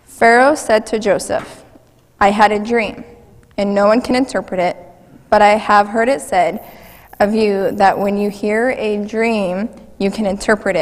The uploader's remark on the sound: Mt. Zion Church Live!